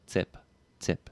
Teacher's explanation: Initial T's are either a fairly dry, clean tip sound, or they have a little bit of aspiration.